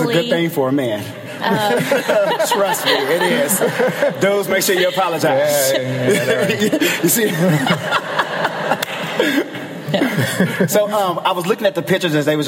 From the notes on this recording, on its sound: In front of a live audience.